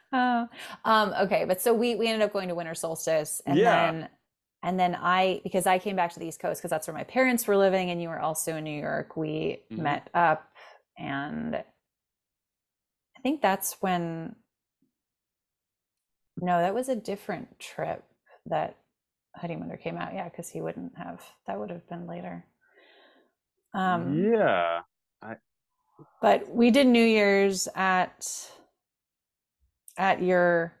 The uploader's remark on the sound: WE HAD MIC DRAMA